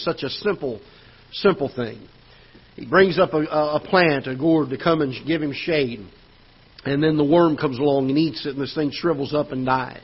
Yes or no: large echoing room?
yes